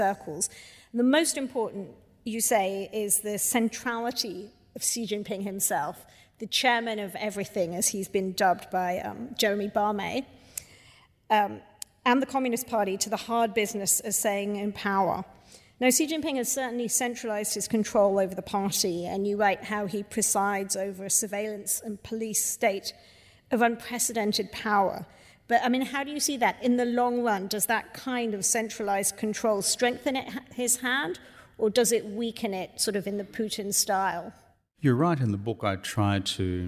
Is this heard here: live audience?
yes